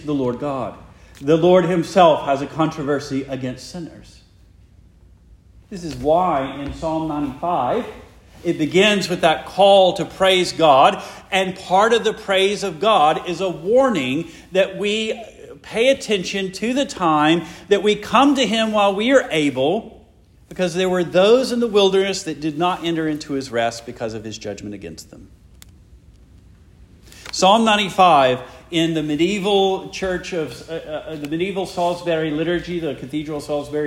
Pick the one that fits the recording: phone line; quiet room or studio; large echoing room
large echoing room